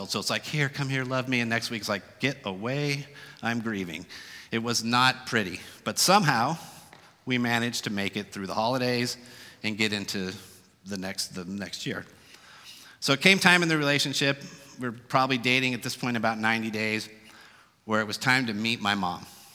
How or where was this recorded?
live audience